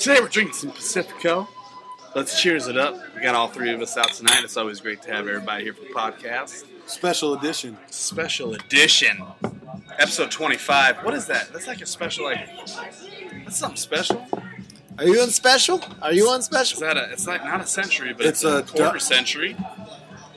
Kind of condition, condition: setting, busy venue